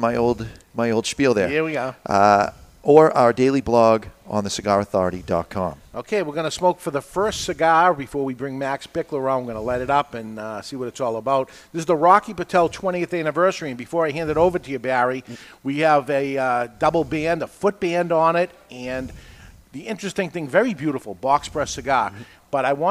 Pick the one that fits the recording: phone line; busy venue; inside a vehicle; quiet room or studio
busy venue